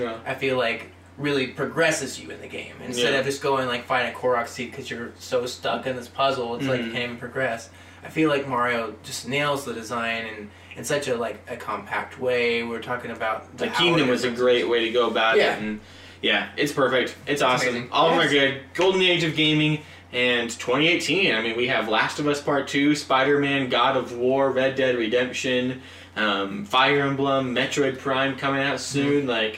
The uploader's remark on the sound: A special, in-person episode. Accidentally has the microphone backwards.